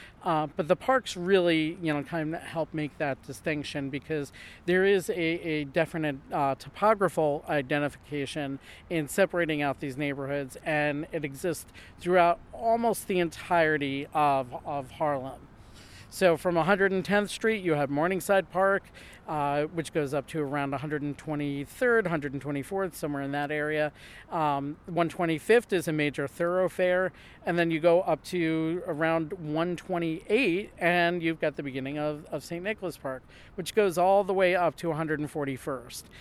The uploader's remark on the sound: Recorded in the winter, we do a walking tour and discussion of St. Nicholas Park.